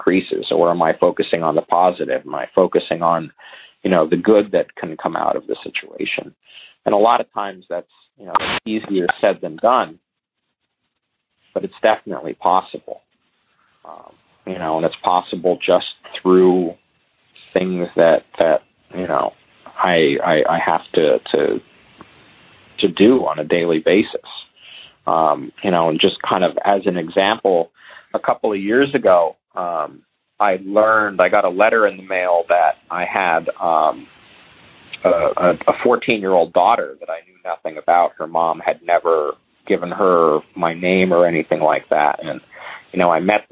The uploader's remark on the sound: Monday Noon Phone Speakers Series